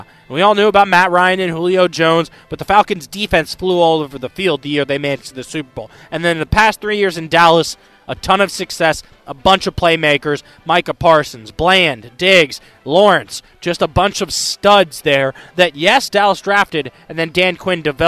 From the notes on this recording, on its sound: The conversation continues as we get more callers. Live from Radio Row.